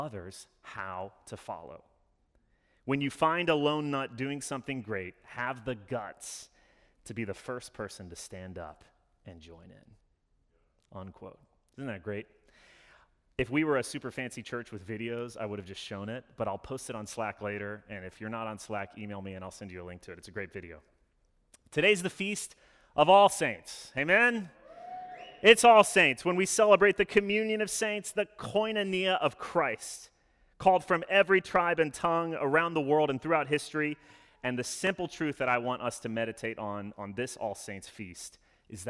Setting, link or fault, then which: setting, large echoing room